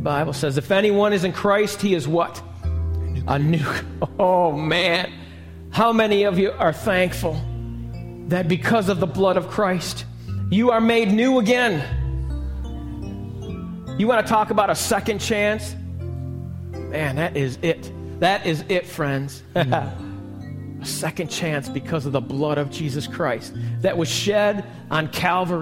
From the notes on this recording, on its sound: This message was recorded live at the Alabama Full Gospel Fellowship church in Medina, New York.